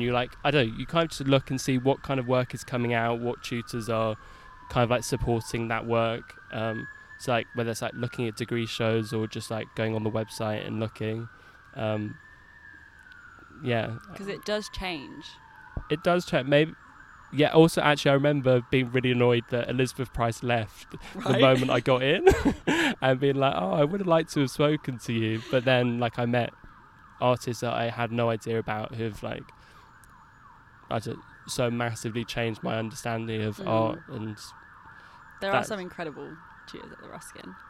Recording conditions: sounds in the background